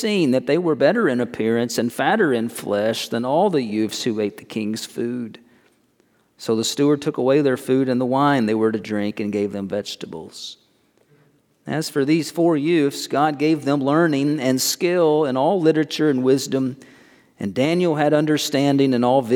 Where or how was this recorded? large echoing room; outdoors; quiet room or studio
large echoing room